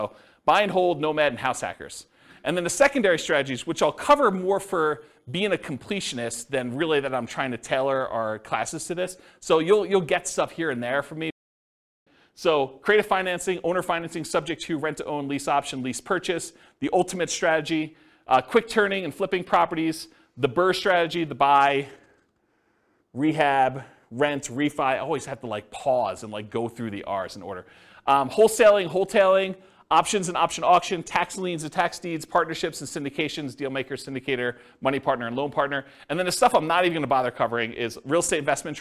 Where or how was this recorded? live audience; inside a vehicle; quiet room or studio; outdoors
live audience